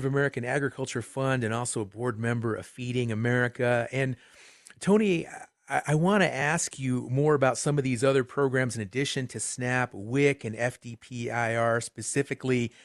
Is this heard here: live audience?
no